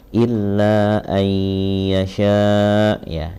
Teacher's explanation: jadi dibaca dengan idgham bigunnah